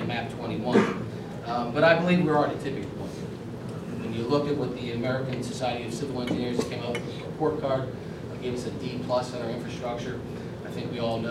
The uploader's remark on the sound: WASHINGTON, D.C. A speech to a breakfast meeting of The Ripon Society.